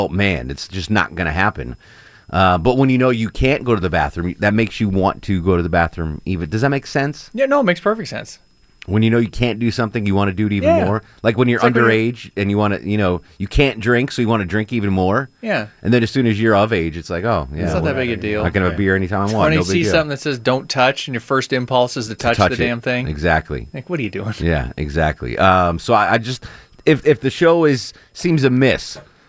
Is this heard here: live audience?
no